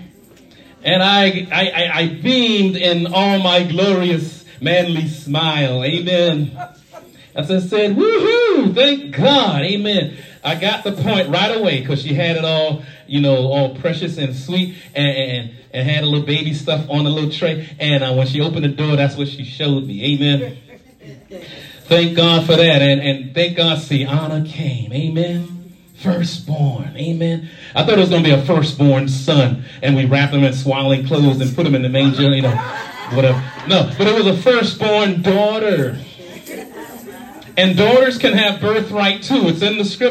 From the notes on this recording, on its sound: shared this message live at the Island Nursing Home of Farmingville, NY